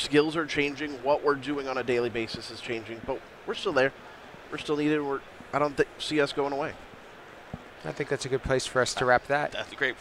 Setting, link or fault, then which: setting, busy venue